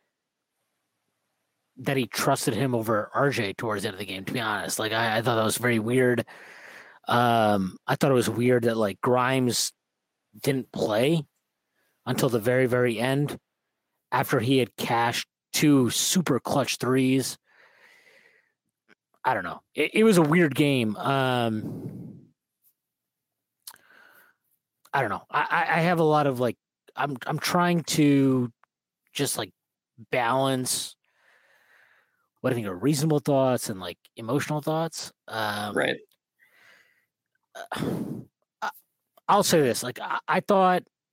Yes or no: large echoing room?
no